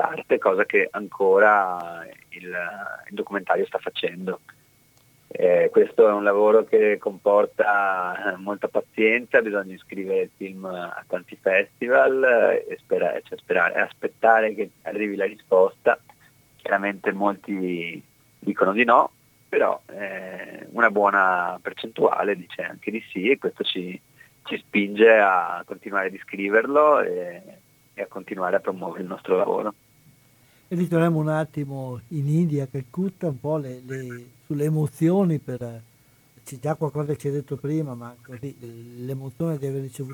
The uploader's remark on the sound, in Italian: In studio. Al telefono in diretta.